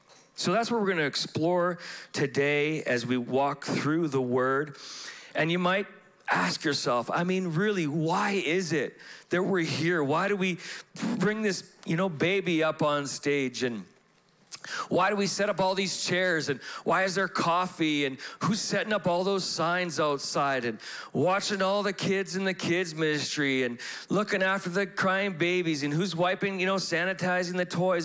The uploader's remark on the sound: Broadcasted live from The Father's House, Calgary, Alberta.